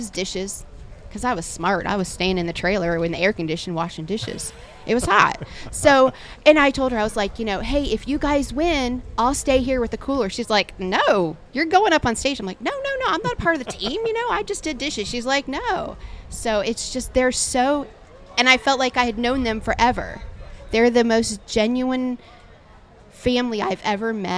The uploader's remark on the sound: Live From The Jack Daniels BBQ Championship. At the Jack Daniel's World Championship BBQ Invitational.